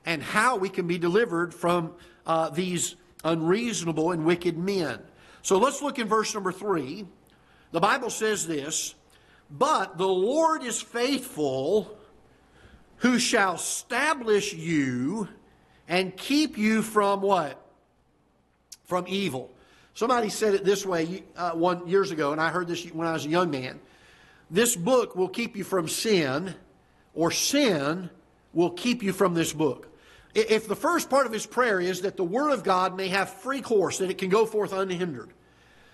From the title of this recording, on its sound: Ketha Heights Baptist Church ~ Live Broadcast